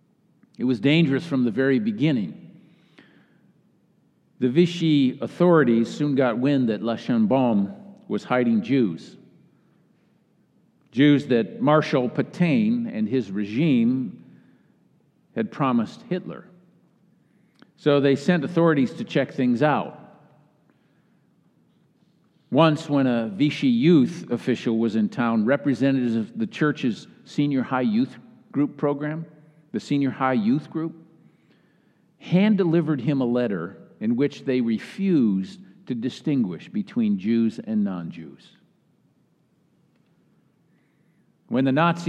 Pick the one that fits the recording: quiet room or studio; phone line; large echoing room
large echoing room